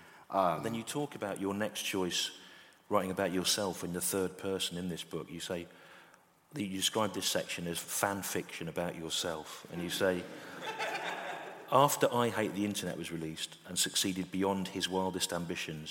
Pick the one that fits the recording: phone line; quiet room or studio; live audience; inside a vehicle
live audience